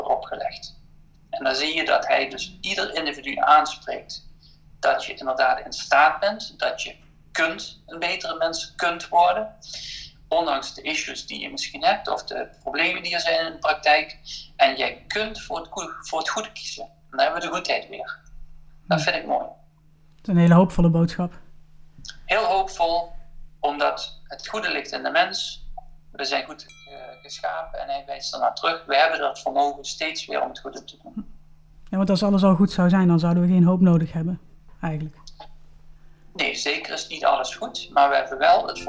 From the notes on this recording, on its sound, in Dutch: Vanwege de maatregelen rond het coronavirus is deze podcast opgenomen via Skype tijdens de ‘lockdown’ en in de Veertigdagentijd.